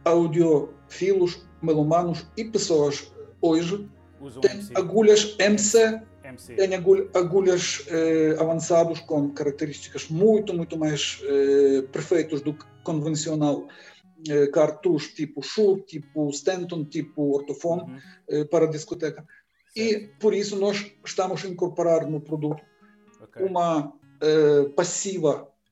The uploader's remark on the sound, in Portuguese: este episódio foi gravado através de videoconferência e sofre, por isso, de alguns problemas em termos de qualidade sonora.